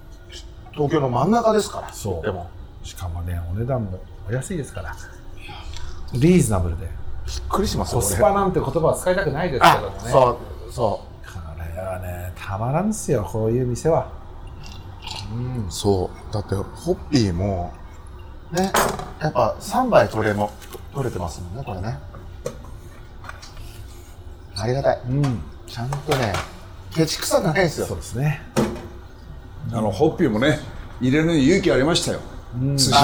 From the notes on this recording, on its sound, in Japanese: 収録終わりにサバナチームで寄った高田馬場駅と落合駅のちょうど間にある 【すし坊主】 。あまりにも素敵なお店だったので、その良さをみなさまに伝えるべく急遽マイクをオンにし収録スタート！